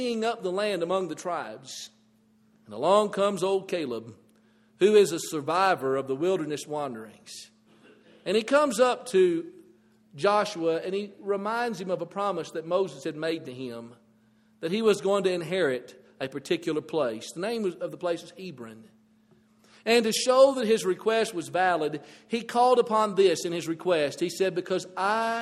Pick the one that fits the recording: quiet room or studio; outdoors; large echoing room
large echoing room